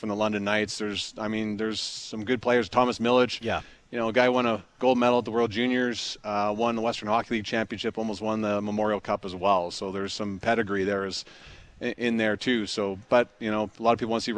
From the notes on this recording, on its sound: LIVE at Jets Development Camp